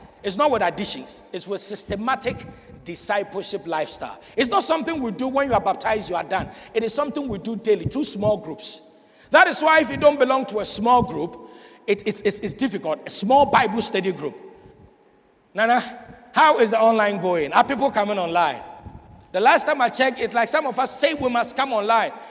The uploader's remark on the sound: Sermon preached at CBC Shiashie Campus